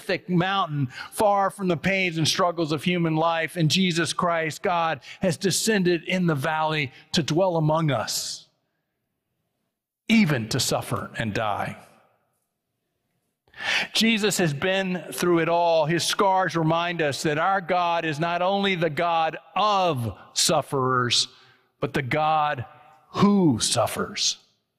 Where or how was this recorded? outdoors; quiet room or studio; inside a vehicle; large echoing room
large echoing room